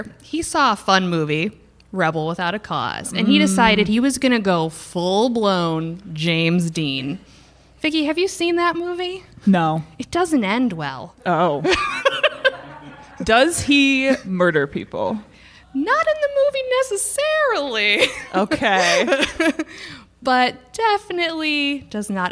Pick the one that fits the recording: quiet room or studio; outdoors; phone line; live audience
live audience